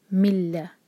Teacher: ہو رہا ہے بغیر غنہ کا اس کا مطلب ہے کہ ہم نے نون کے ساؤنڈ کو بالکل ٹچ نہیں ہونے دینا نون بالکل ایسے پڑھیں گے جیسے ہے نہیں تو میم کو سیدھا لام سے جوڑیں گے ملہ نون کے · Term: ادغام بغیر غنہ